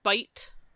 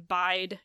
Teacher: And we hear them as basically rhyming, but they don't. Bite has that raised I, and bide has I.